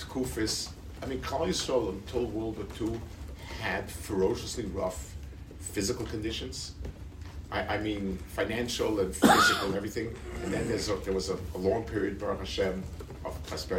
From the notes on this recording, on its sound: At a Rabbinical Conference in Young Israel of Woodmere.